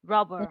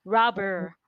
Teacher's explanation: for the British pronunciation, the R is almost not there. · Shown in: first take